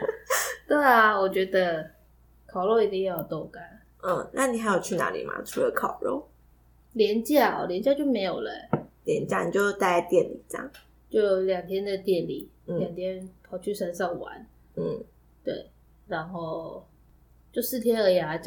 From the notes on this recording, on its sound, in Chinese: 這集有較多雜音。